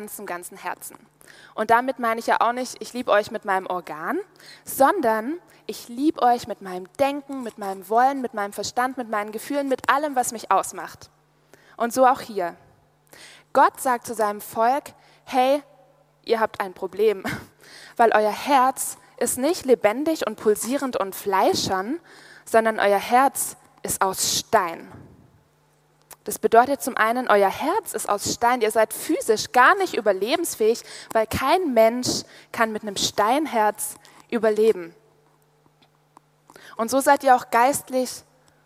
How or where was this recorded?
live audience